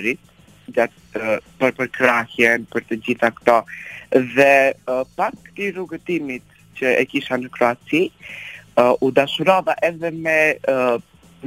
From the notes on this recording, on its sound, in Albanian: I ftuar në një lidhje telefonike në emisionin Live From Tirana